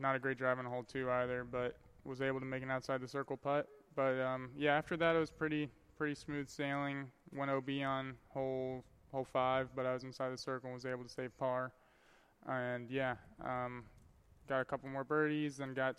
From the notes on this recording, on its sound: a LIVE edition of The Upshot podcast from Smuggler's Notch resort in Vermont, the site of the 2018 PDGA Pro Worlds